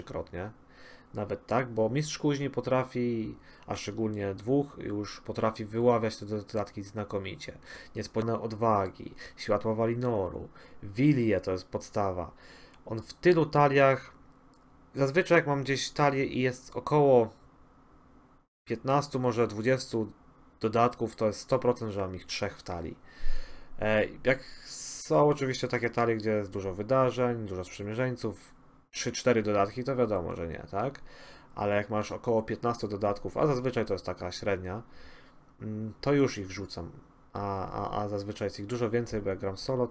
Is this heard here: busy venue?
no